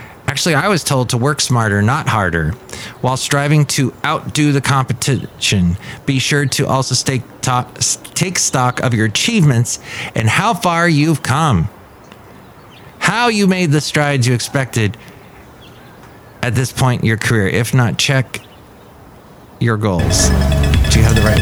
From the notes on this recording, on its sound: Podcasts live from Café Anyway.